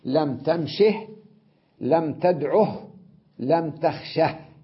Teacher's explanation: لاحظوا الهاء ساكنة لكن الحرف قبلها تركته على ما كان عليه من ضمة أو فتحة أو كسرة